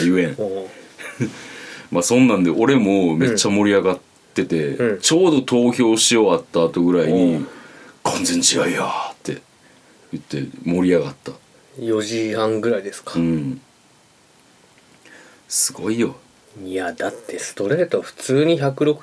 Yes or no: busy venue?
no